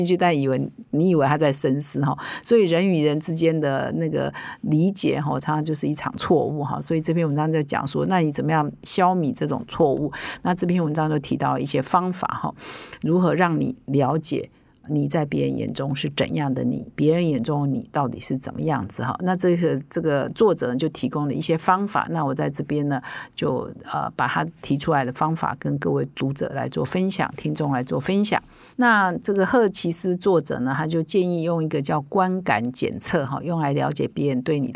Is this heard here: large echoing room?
no